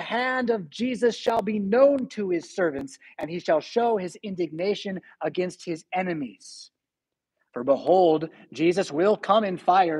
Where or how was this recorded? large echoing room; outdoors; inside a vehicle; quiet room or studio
large echoing room